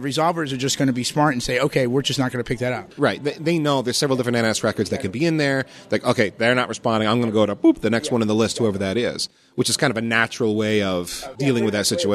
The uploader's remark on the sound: This podcast was recorded on site at the IETF 98 conference in Chicago. This week’s Priority Queue was recorded on site at IETF 98 in Chicago. This podcast was recorded on site at the IETF 98 conference in Chicago.